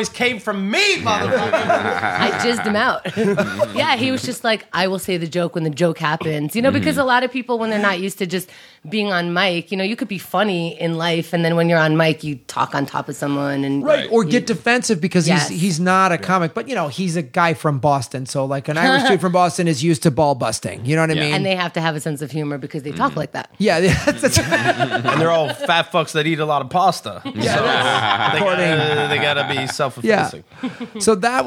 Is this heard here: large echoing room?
no